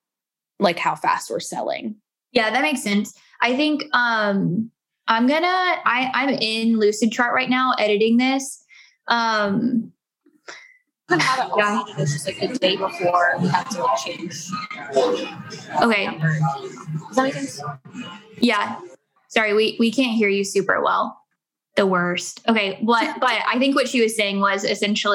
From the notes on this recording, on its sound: Today you’re getting to listen in on one of our weekly Heart University team meetings. Literally, we hit record on our weekly zoom team meetings back in July and what follows is what went down.